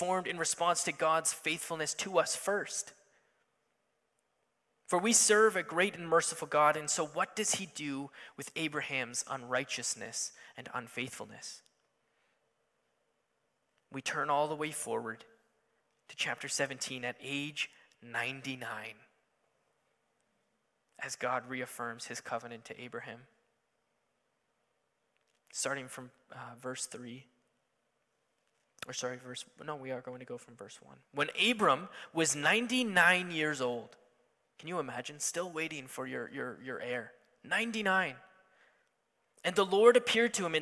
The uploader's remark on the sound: Sunday Morning Service